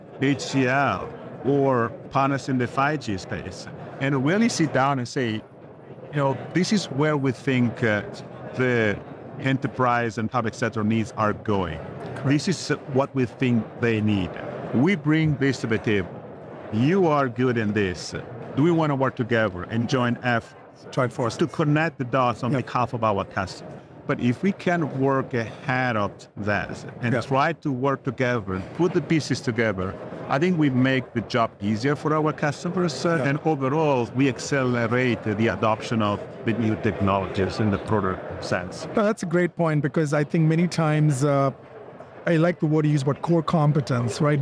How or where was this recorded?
busy venue